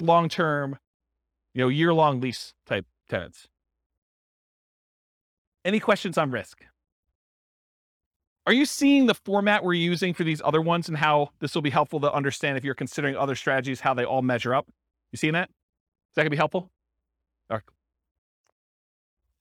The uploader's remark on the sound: This was a live class recorded